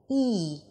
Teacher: To make the sound, push your tongue forward, E, E, pull the lips to the sides a bit, and it's a long vowel